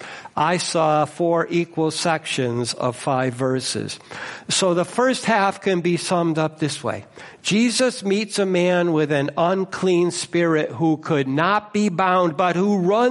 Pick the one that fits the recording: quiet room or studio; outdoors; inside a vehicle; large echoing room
large echoing room